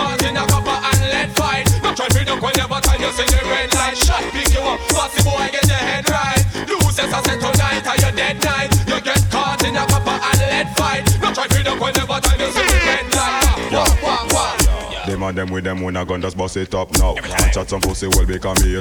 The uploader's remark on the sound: LIVE AUDIO! A recording of my set at Island Saturdays on May 13th.